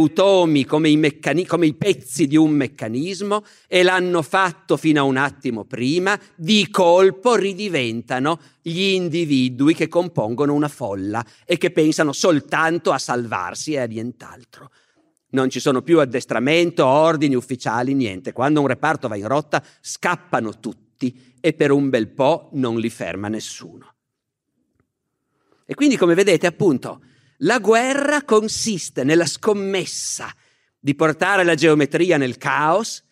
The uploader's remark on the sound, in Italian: Registrato nel 2019 presso il Teatro Nazionale di Genova.